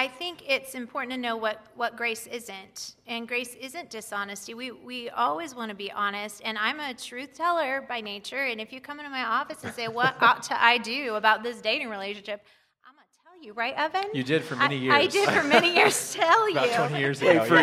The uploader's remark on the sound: Live at Westside Church. 4 part live series.